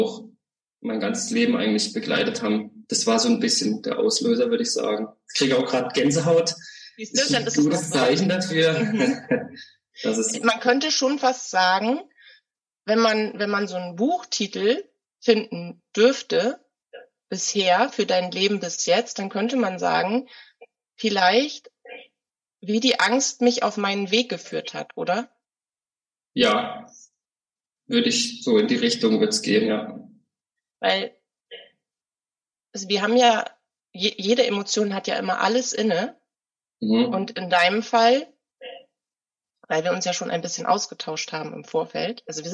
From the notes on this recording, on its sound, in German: Bitte entschuldige die minderqualitative Audioqualität, wir hatten technische Herausforderungen.